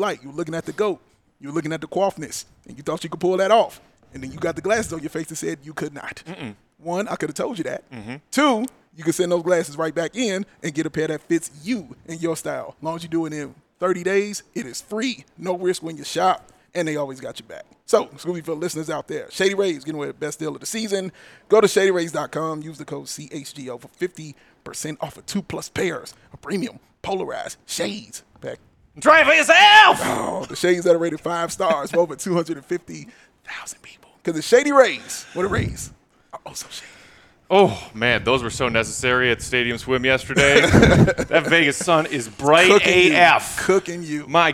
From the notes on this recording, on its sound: The CHGO Bulls crew are LIVE from the Legacy Club at Circa Resort & Casino!